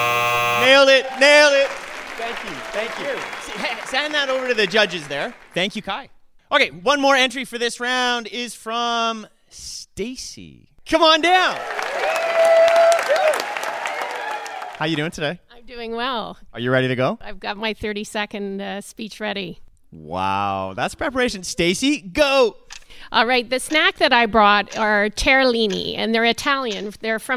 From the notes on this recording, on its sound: We find out at our first ever live show, recorded at the Hot Docs Podcast Festival.